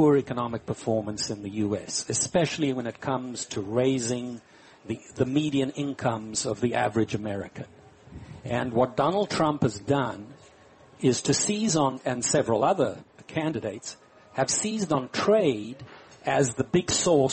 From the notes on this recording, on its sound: Live from Smith & Wollensky in Boston.